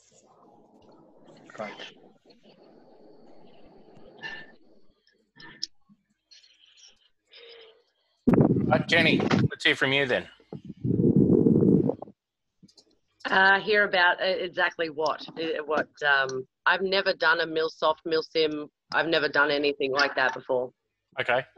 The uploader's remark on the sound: Zoom chat with 3 phones in questions and an AMA section.